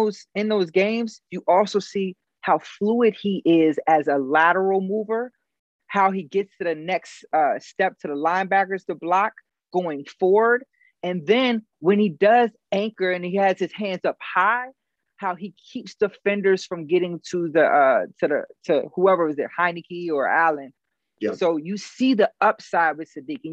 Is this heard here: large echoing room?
no